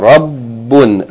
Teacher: Hold the shadda on the ba.